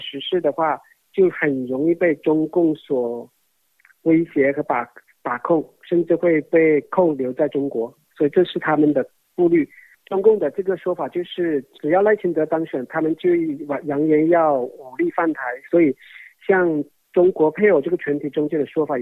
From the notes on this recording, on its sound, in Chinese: 接受本台电话采访